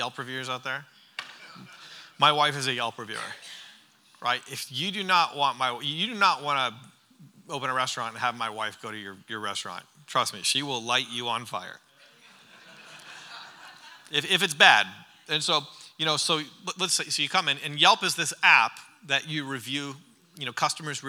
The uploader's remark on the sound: during the Sunday morning service of the Church Conference